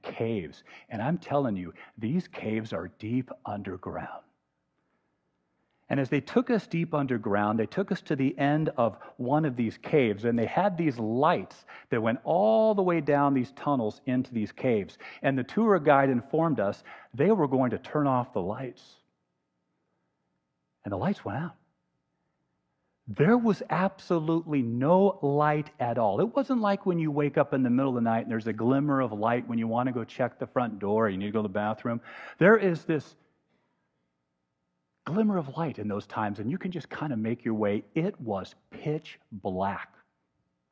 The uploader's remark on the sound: Walking in The Light is a podcast of the Sunday morning worship service at Laguna Presbyterian Church.